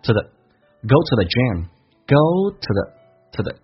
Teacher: the 不用咬舌，直接说成一个近似于 z 这个发音